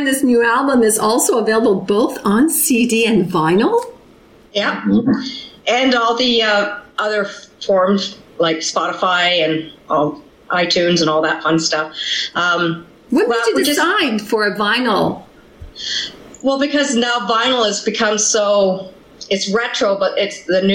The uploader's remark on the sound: via ZOOM